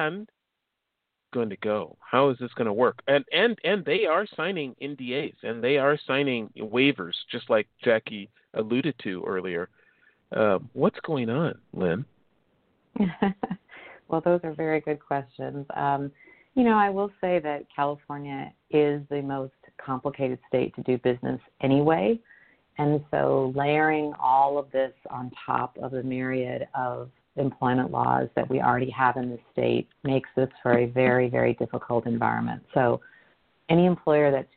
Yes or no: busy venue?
no